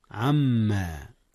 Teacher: أدغم النون في الميم إدغاما بغنة.